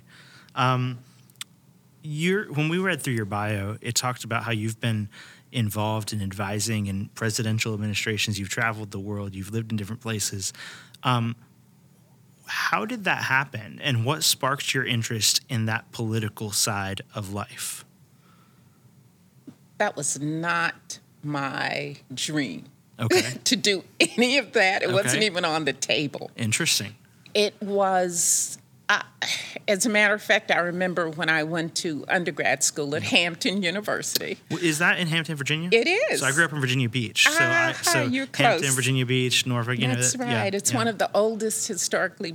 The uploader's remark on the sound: Live from the Future of America Conference!